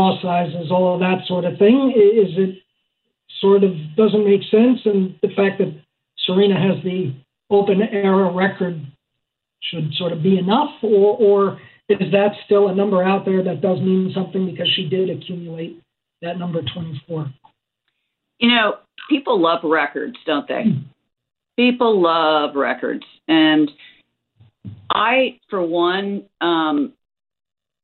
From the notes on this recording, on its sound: 2021 Australian Open Conference Call